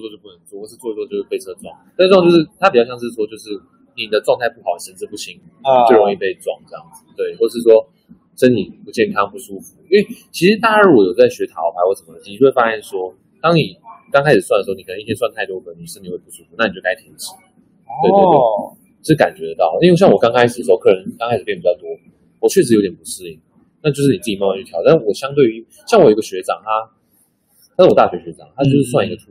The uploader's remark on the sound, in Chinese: 本集現場錄音品質稍差，敬請見諒。